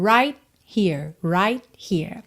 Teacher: Olha que interessante, o T de right, a gente não escuta nada.